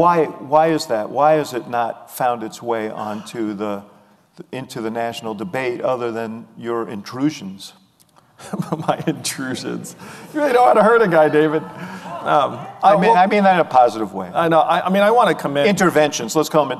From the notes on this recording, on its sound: a live edition of The Axe Files